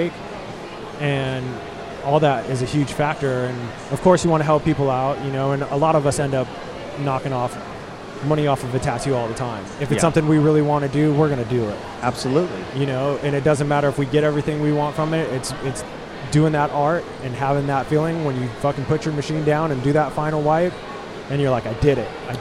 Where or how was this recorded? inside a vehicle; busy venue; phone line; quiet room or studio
busy venue